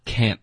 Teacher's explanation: Yes,这里不能弱读。后面呢,can't 这个字呢我们特的音会省略，然后尽量导致一个干脆停顿